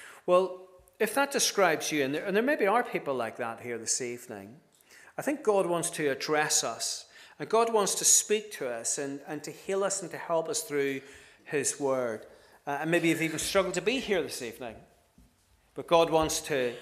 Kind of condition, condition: setting, large echoing room